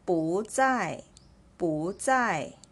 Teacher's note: when 不 is followed by the fourth tone, it should be read as the second tone